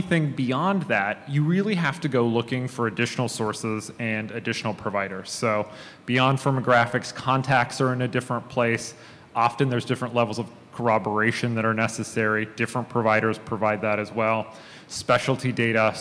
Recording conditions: live audience